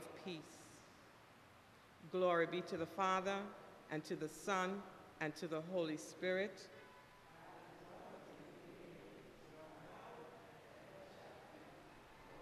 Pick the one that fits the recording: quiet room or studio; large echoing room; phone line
large echoing room